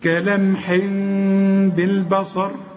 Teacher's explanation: بعد لما تقلب التنوين لميم، اخفي الميم وغنها. يبقى انا برضو مش هقفل شفايفي علشان ما تطلعش ميم كامله، هقول كلمح بالبصر. · Term: إقلاب